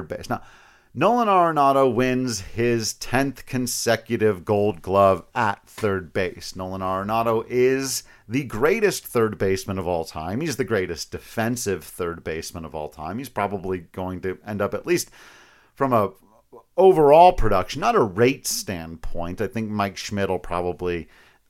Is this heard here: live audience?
no